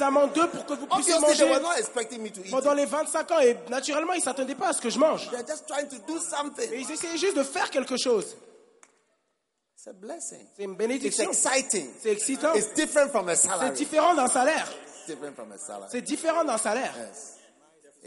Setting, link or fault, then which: setting, live audience